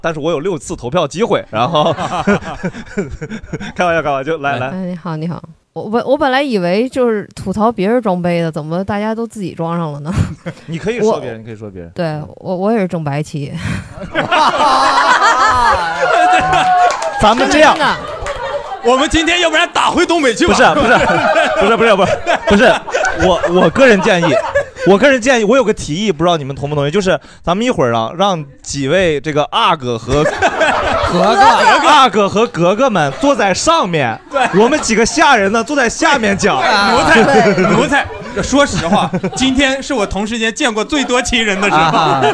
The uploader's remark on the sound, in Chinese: 本期我们的单口喜剧/脱口秀演员们和现场的观众朋友们一块聊了聊。录制刚一开始，场面就进入了白热化。